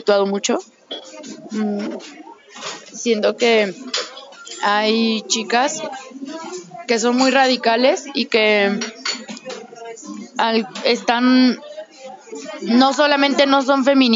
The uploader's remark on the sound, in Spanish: Un charla de cafeteria